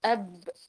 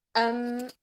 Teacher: نقول أن الباء إطباقا أشد من الإطباق في الميم، فالباء هي الأشد من إطباق الميم.